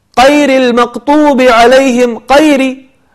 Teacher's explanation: يقلب القاف، يقلب الغين إلى قاف